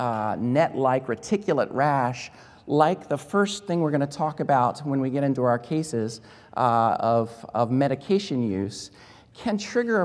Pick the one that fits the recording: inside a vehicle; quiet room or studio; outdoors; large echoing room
large echoing room